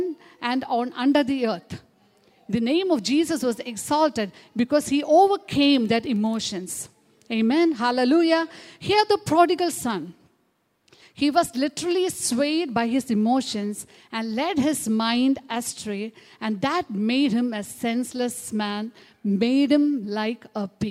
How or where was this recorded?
large echoing room